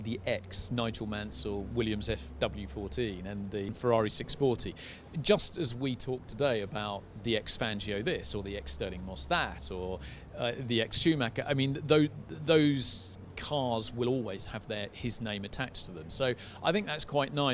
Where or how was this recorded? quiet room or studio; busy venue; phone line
busy venue